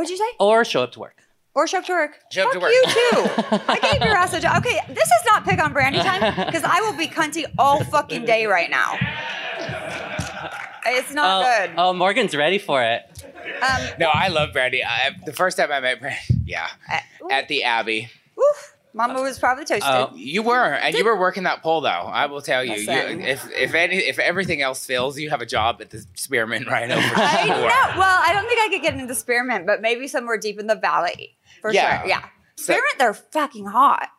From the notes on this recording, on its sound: Live at RuPaul's DragCon 2019!!! Recorded in front of a live studio audience.